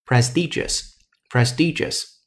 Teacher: 结尾的时候不许发儿化音